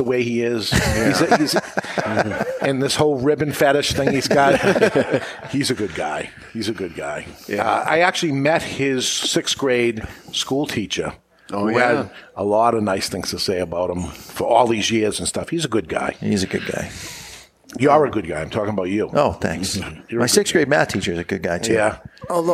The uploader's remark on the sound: The Cigar Authority is a member of the United Podcast Network and is recorded live in front of a studio audience at Studio 21 Podcast Cafe upstairs at Two Guys Smoke Shop in Salem, NH.